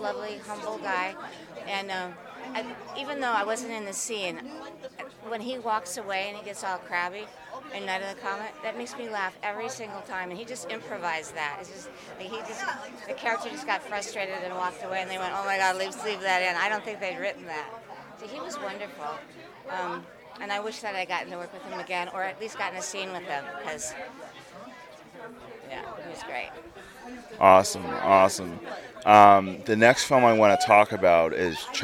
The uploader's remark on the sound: live from Pittsburgh's Horror Realm Con